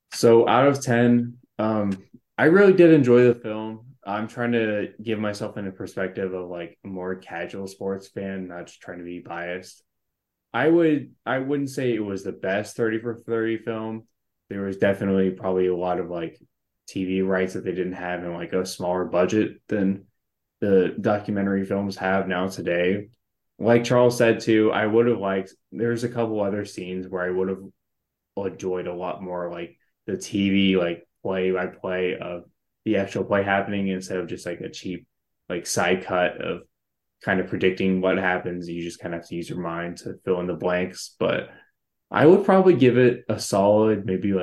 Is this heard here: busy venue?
no